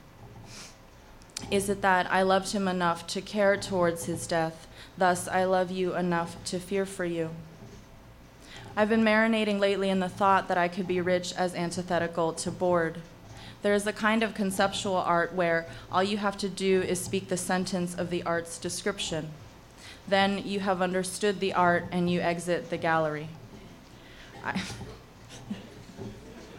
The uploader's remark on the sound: On Stage at Housing Works Bookstore Cafe.